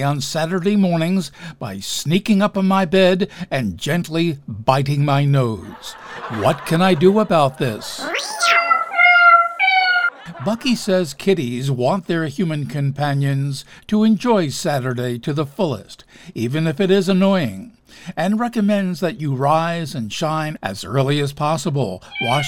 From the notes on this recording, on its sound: Live from the Stranded Theater in New York City.